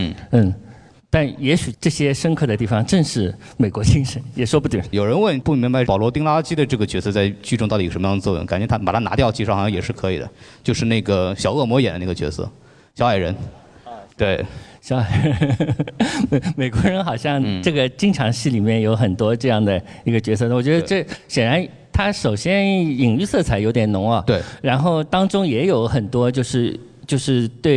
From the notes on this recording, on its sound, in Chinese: 上海美琪大戏院。映后交流的现场录音。回答了现场观众的录音。